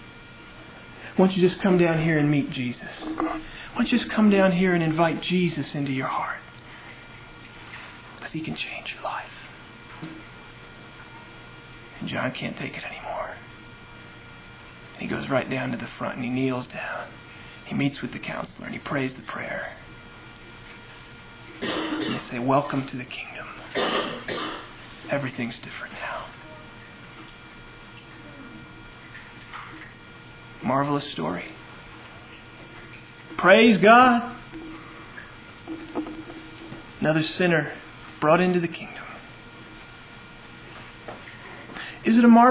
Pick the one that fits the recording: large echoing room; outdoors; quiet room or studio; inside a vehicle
large echoing room